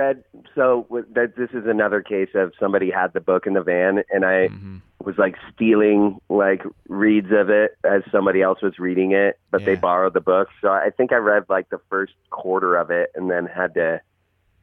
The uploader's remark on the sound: caught up by phone